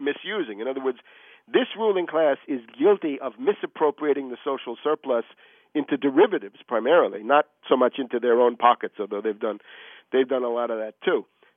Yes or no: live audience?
no